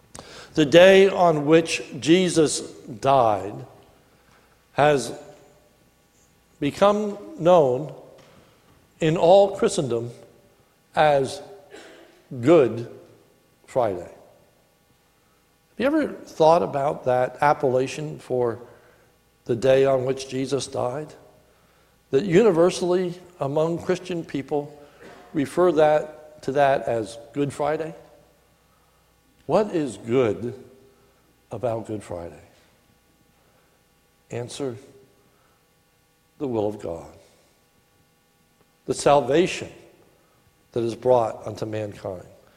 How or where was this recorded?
large echoing room